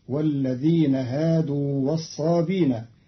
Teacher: قرأ قالون كلمة والصابئين بدون همز، فتصير والذين هادوا والصابين، تيسيرا وتخفيفا في لغة بعض العرب.